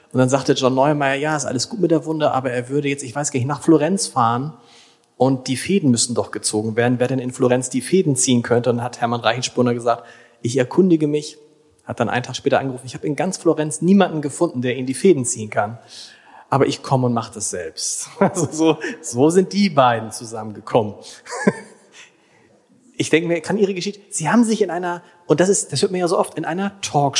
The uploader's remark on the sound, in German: live im großen Festsaal des Hotel Grand Elysee